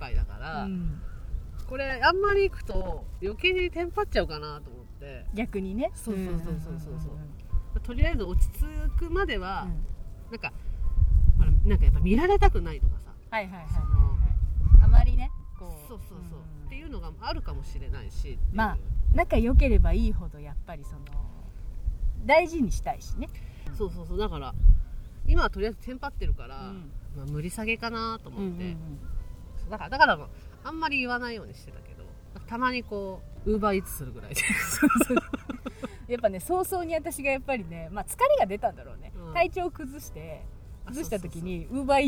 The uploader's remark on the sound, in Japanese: 青空収録月間で音悪くてごめんなさい